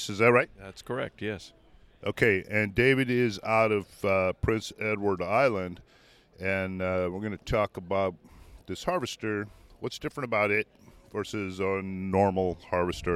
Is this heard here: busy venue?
yes